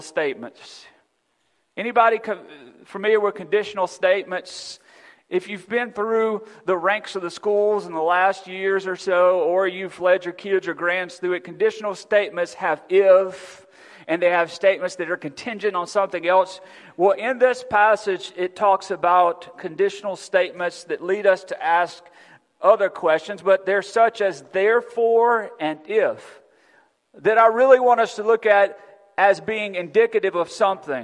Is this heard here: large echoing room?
yes